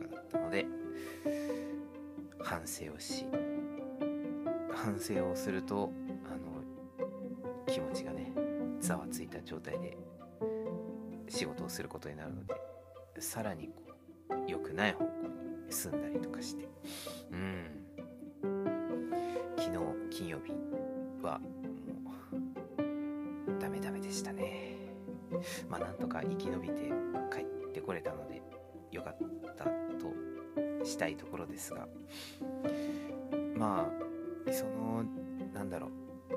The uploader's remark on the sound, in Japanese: 音声にこだわってみようと試みた結果、 いつもより余計なノイズ音が紛れました。